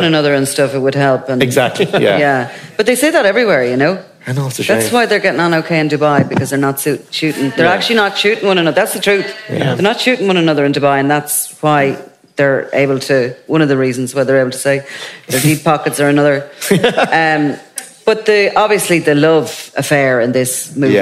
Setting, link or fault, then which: setting, live audience